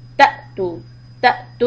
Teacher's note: تأتو همزة with a سكون hiccup